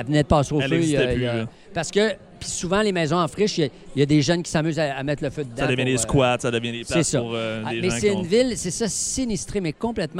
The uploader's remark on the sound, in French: En direct du Salon du livre de l'Abitibi-Témiscamingue